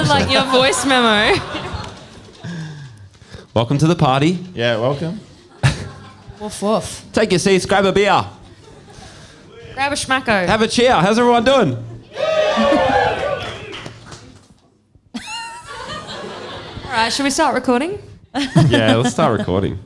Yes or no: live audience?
yes